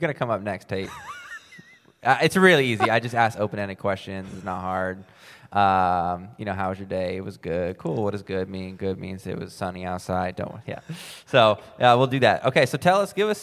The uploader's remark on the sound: Austin City Limits Live Podcast Tour